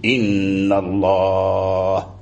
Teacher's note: تقف بالسكون إن الله لا تجري لا روم ولا أي شيء